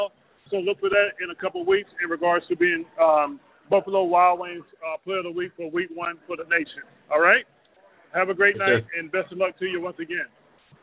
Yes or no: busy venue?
yes